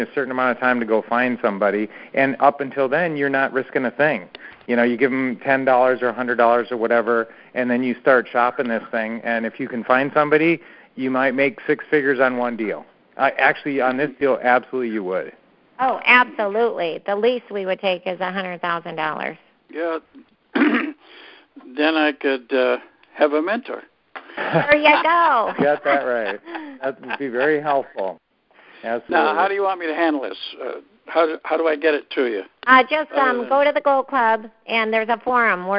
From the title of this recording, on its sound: Q&A Call